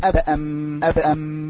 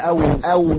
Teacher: الميم والباء بانطباق الشفتين والواو بفرجة صغيرة بينهما أبأم. نجد أن الشفتين ينطبقا، أما إذا قلنا أو فستجد الفرجة.